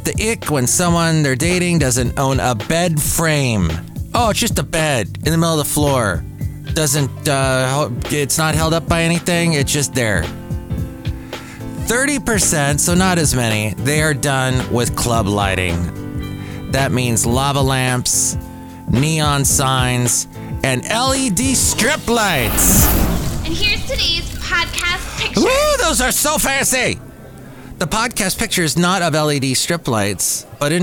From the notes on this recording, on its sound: podcasts live from Café Anyway